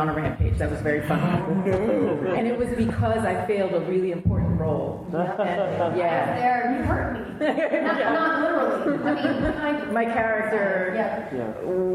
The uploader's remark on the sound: Recorded live at Mission Chicago.